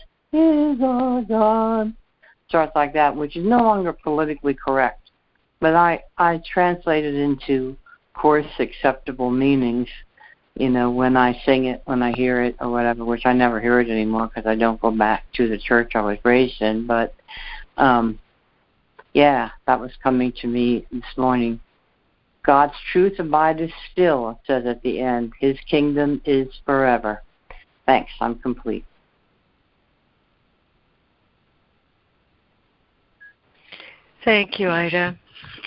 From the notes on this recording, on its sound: ACIM Daily Conference Call